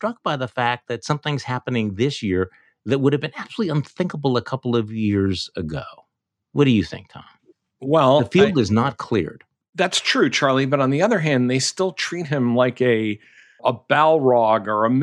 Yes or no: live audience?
no